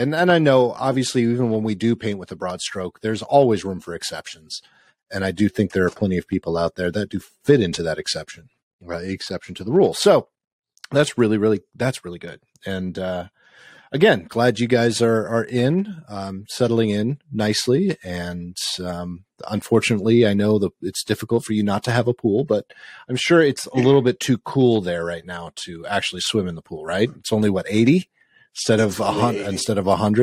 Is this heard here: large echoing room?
no